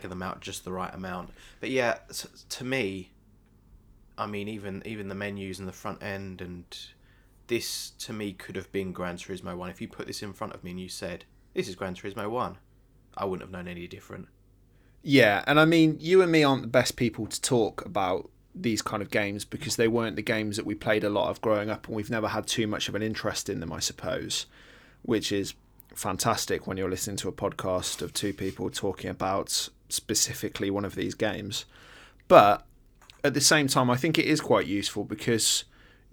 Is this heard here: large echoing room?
no